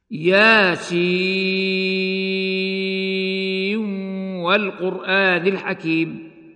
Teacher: وفيه لحفص أيضا وصلا الإدغام